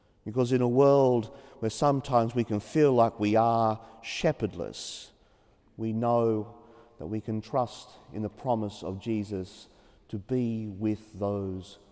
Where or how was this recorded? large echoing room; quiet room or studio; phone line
large echoing room